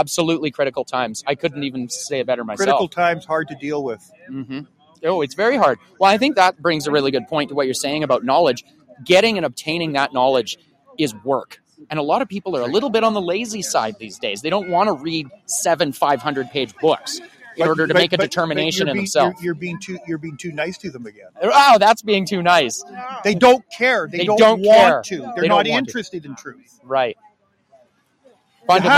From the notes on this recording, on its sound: Live From the BIG SKIS. Broadcasting the People Live from the visitor center of 100 Mile Horse!